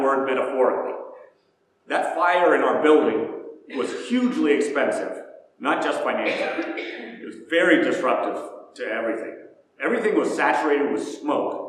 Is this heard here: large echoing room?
yes